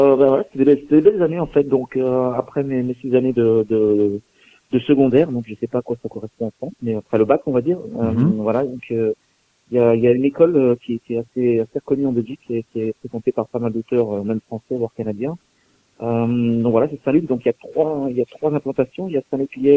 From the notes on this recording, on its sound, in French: qui reçoit par téléphone